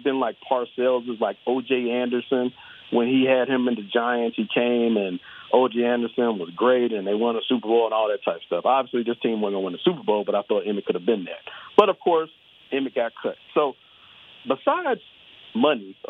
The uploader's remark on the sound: Friday’s show was heavy on the phone calls